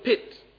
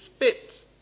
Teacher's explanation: We have some kind of little H thingy, okay, after P. · Shown in: first take · Term: aspiration